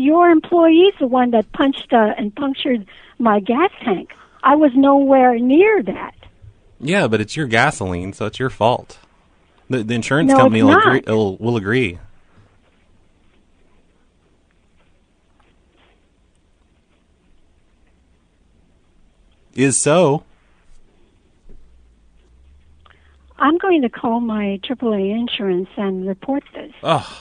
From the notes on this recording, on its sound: Prank Phone Calls Collection